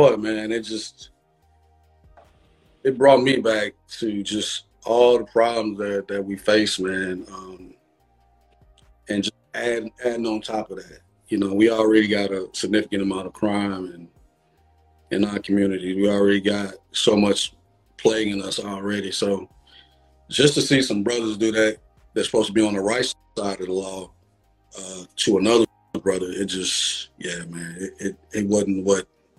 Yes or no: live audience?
no